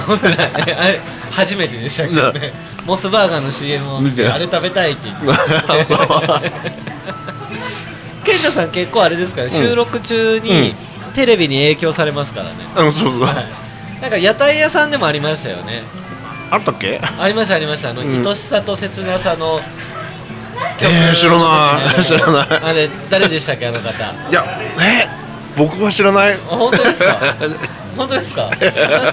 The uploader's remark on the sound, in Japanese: 愛知県東海市を中心に、お酒を呑みながらおじさんが喋るラジオ。東海市名和町にございます「志げ家」さんで収録！